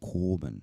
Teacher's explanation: Now, this word actually has at the beginning under the letter kof a what they call a kamatz katan, which is why we get the O sound instead of an A, a long A vowel sound. So korban.